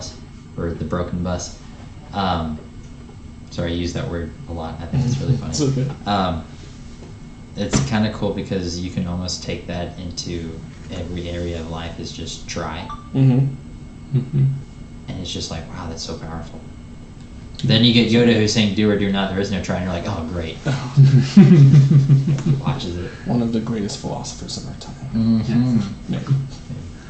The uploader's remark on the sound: Please forgive us for the audio quality in this recording. We didn't realize it until the end that the audio was being recorded from my camera's mic and not our mixer.